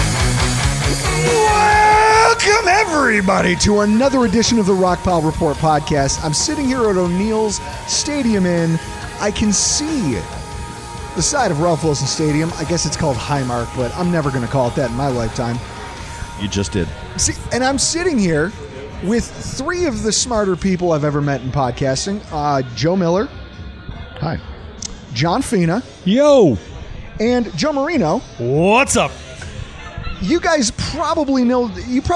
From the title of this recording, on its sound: LIVE from Oneills Stadium Inn